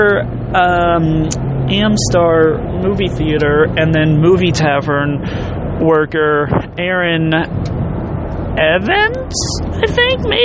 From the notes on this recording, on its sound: Thoughts from the car.